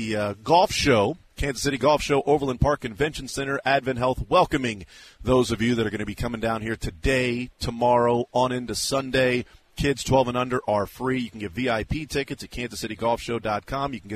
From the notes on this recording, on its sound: The Zone broadcasts live from the Kansas City Golf Show.